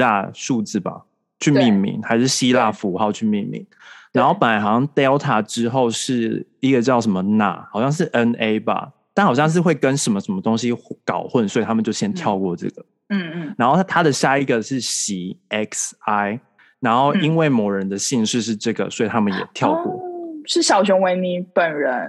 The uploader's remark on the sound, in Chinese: Zoom拉近你我之間的距離。第一次在Zoom上面錄Podcast，其實滿有趣的！不知道為什麼聲音聽起來不一樣，特別有磁性。